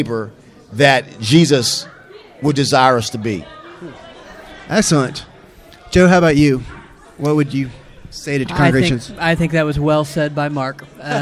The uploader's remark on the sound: Live at CCDA.